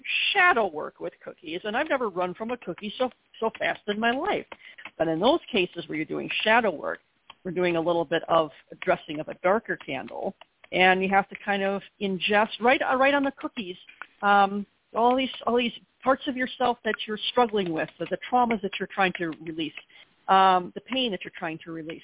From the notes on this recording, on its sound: a real, live call-in show